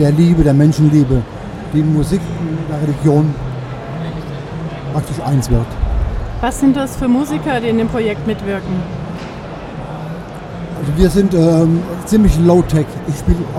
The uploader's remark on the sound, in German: live vom evangelischen Kirchentag 2017